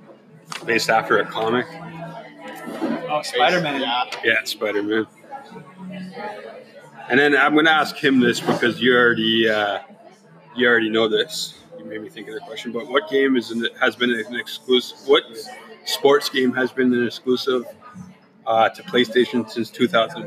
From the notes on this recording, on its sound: Recorded at Salute Coffee.